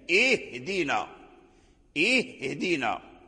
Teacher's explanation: تظهر الهمزة القطع وتخرج من أقصى الحلق، ثم بعدها الهاء، الهاء لا بد من بيانه، اهدنا، اهدنا.